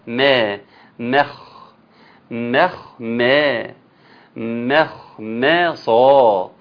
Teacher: أنا عندي الميم مرققة يعني تحت كده، والخاء مفخمة فوق، وبعدين نرجع لميم مرققة تحت، وبعدين نطلع لصاد فوق